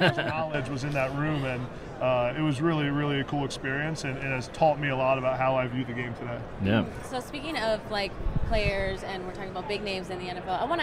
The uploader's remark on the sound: Live From Super Bowl Radio Row